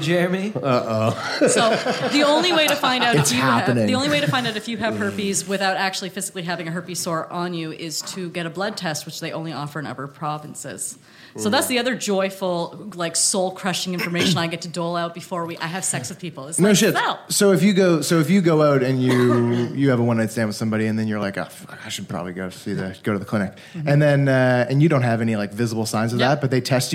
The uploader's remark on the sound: Live from The Art Bar. It's a Live Show Double Header!